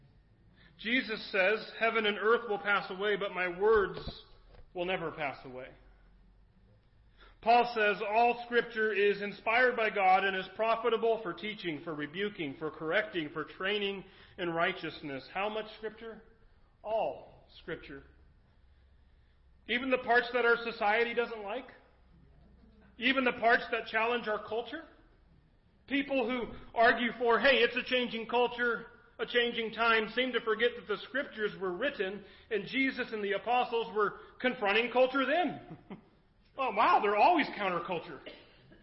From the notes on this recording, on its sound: Recorded at Kamiah Valley View Church of the Nazarene